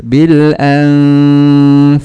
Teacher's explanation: Nunnya dibaca ikhfa, fa-nya hamas mengalir.